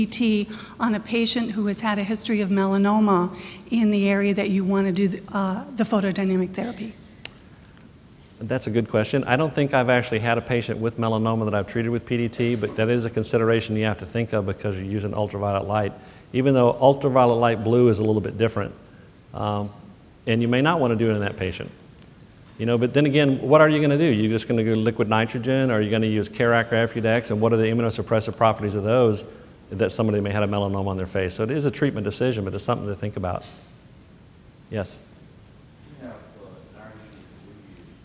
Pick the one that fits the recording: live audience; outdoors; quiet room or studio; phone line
live audience